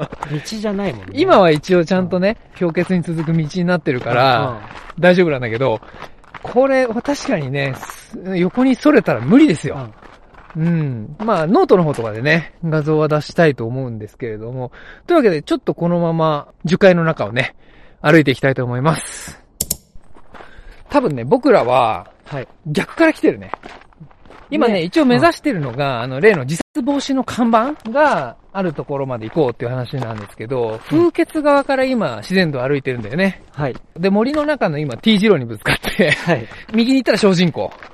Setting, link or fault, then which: setting, outdoors